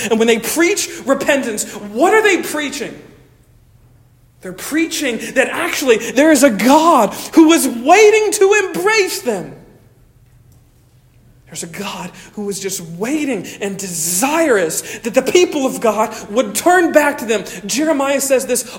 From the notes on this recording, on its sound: Originally delivered on 27 August 2023 at Stonington Baptist Church, Paxinos, PA. At Stonington Baptist Church, Paxinos, PA.